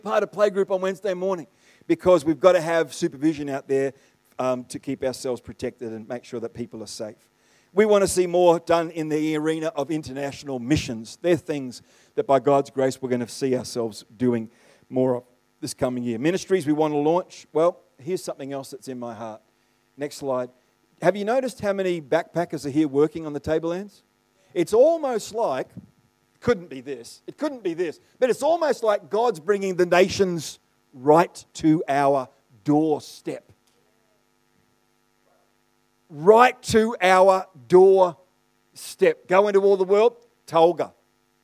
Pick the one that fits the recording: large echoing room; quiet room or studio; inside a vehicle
large echoing room